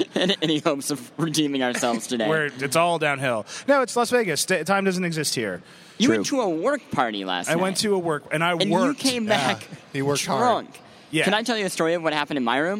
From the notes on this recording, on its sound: CES 2015. Live Vergecast odyssey from the show floor.